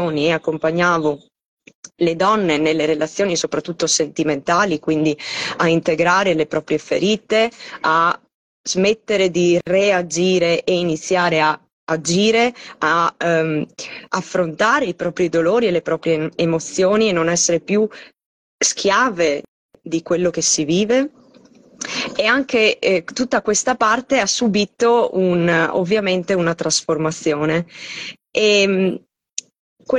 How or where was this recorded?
video call